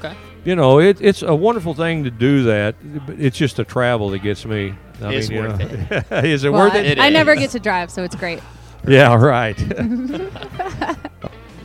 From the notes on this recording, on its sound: We are live from the one year Anniversary Event at Havisham Bourbon, Brew & Spirits!